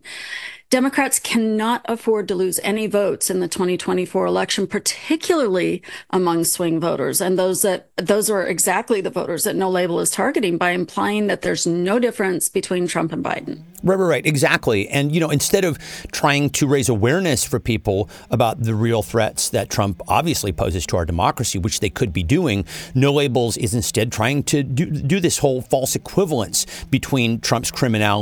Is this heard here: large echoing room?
no